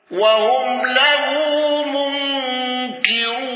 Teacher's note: الأزرق بالإشباع وترقيق الراء المضمومة